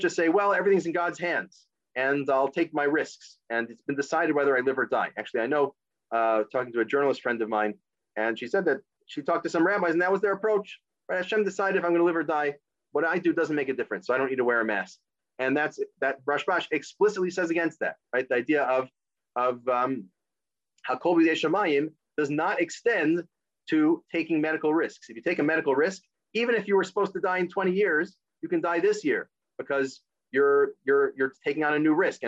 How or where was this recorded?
video call